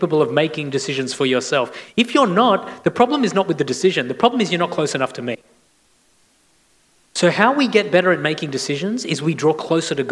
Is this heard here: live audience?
yes